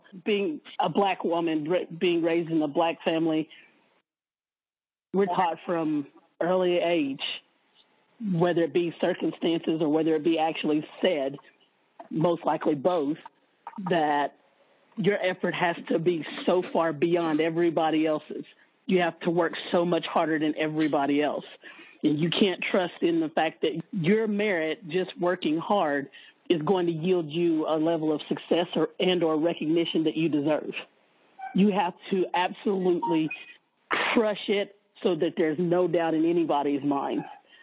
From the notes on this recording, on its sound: Conference-call based classes. Making sure your phone battery has at least one-hour of life left. We record (then broadcast) our classes.